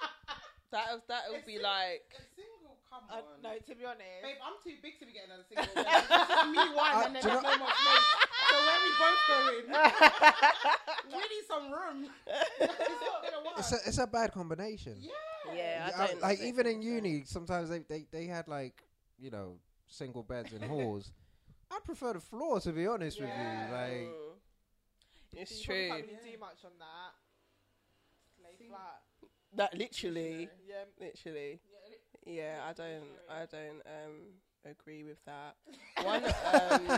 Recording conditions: uneven or low level